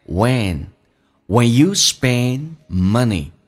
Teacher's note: 记住 spend 的 d 去掉，这叫略音，因为后面是一辅音开头